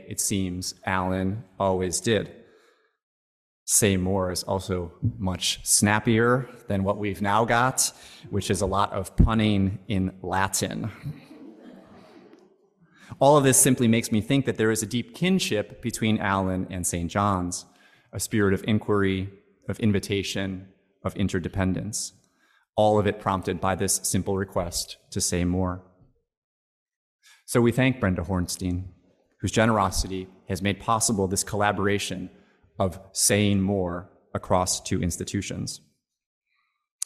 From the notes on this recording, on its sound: Recording of a lecture delivered on July 12, 2023. As part of the Graduate Institute Summer Lecture Series.